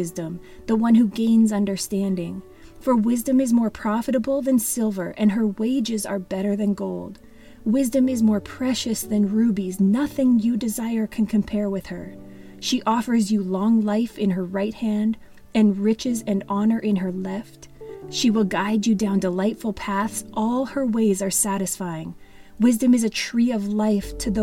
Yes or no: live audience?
no